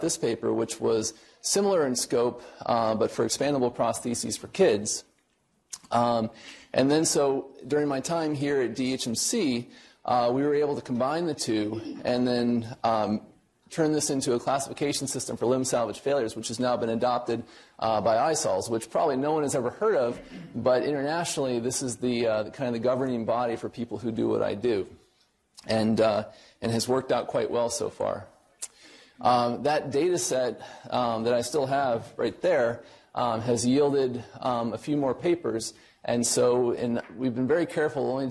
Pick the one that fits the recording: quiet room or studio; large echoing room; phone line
large echoing room